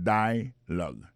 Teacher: l'accent tonique là tombé sous le premier syllabe là